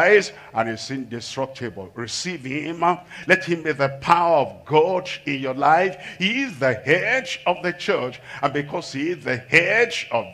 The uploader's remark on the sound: live from Asaba, Nigeria